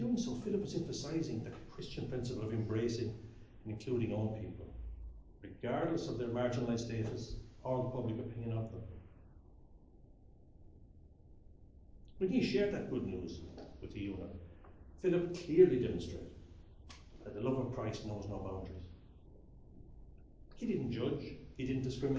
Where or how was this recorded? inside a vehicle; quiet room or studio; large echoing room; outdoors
large echoing room